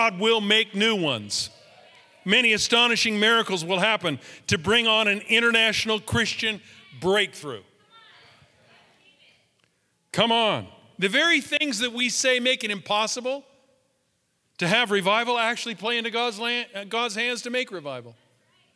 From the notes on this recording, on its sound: Live from our in Person 11am Service on October 04, 2020